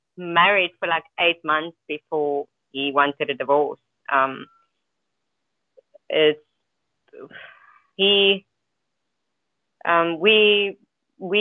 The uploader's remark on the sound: Freedomain Call